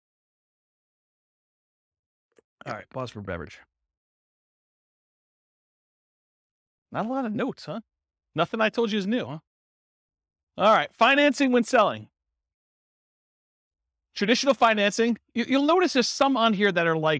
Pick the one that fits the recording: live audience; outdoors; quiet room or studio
live audience